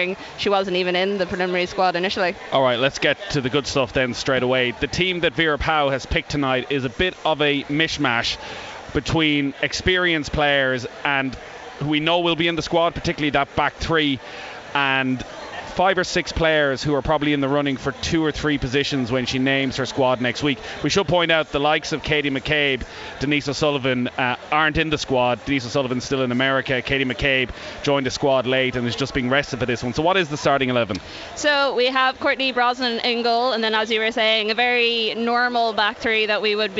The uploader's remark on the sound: Live from Tallaght Stadium